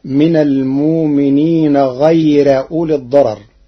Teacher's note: قرأ ورش كلمة غير بنصب الراء مع الترقيق فتصير من المؤمنين غير أولي الضرر بنصبها على الحال أو على الاستئناف.